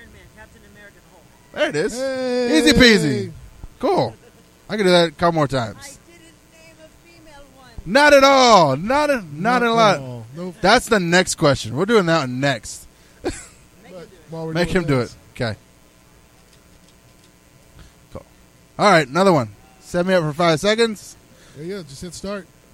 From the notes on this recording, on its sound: We did our show live from the floor on day 2. Comicpalooza 2016 - Live From The Floor On Day 2.